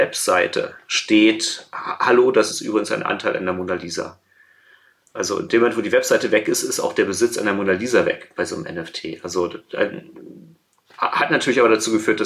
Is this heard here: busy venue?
no